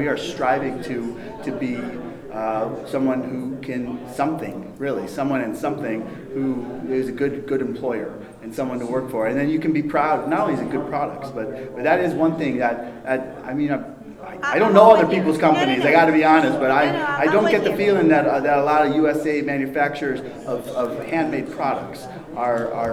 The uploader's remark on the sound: Live to Tape from the 2018 Global Pet Expo in Orlando, Florida